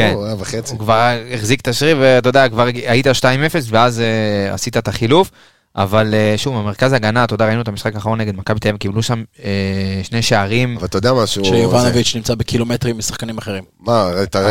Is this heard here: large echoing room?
no